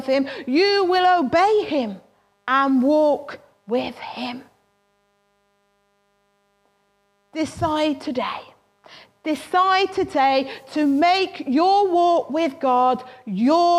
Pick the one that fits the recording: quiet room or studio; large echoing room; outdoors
large echoing room